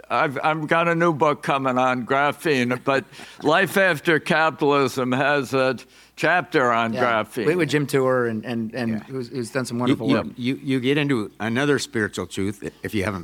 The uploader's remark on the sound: Live from the 2024 Smead Investor Oasis